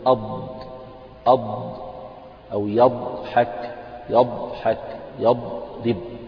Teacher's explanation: فاحنا بنيجي عند جانب اللسان الجزء اللي هو بعيد الوسط يعني بعد الوسط بقليل من جانب اللسان، ونخليه يلامس الأضراس العليا إما في الجهة اليمين أو في الجهة اليسار · Term: الضاد